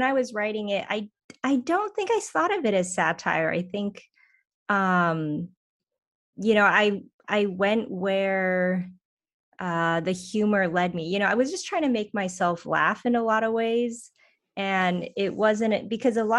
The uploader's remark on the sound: Drops into the Damn Library Hyperspace Zoom Zone.